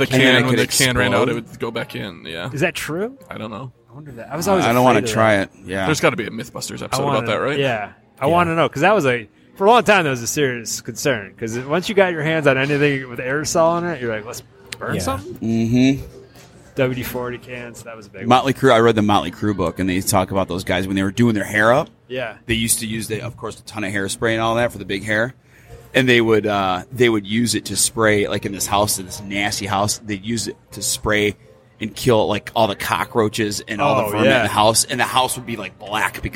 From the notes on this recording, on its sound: Live from Emagine Theater for the re-release of Die Hard 30th anniversary. The crew interviews Die Hard fans entering the theater.